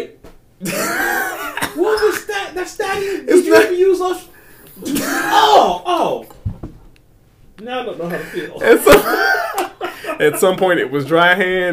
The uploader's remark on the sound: Sorry about the audio issues this week